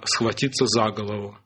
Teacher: Ударение переносится на предлог